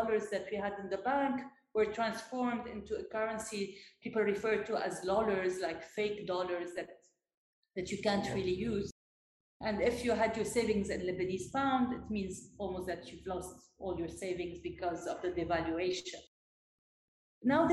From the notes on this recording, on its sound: We apologize for the lowered sound quality in this episode.